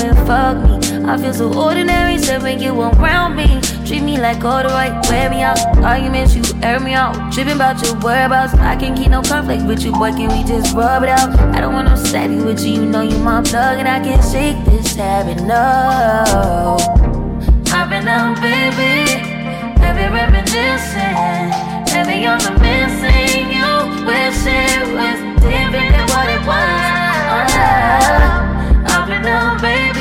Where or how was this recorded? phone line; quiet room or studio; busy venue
busy venue